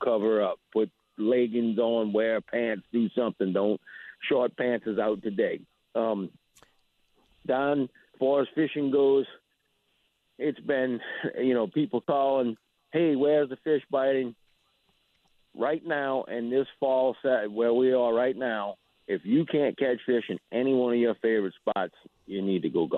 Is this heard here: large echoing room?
no